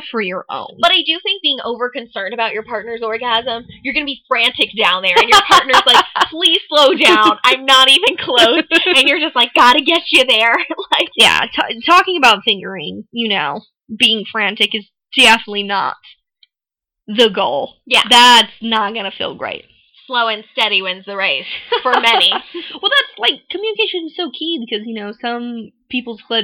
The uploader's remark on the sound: This time with some technical difficulties! Excuse the sound quality.